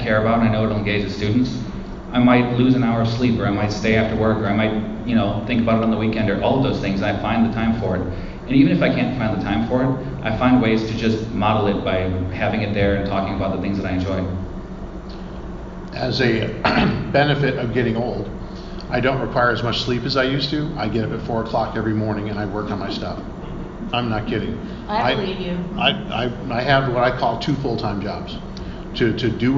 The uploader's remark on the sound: This is the audio from my Panel at C2E2 in Chicago on Aprl 7th.